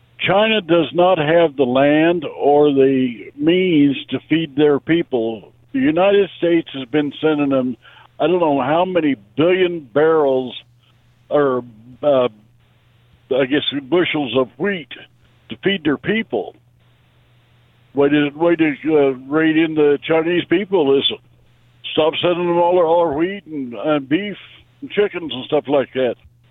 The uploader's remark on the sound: Listener Call